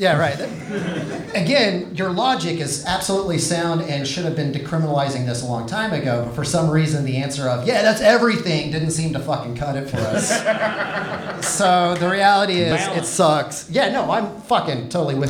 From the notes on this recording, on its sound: In front of a live audience at the Fallout Theater in Austin, Texas. As part of the Moontower Comedy festival.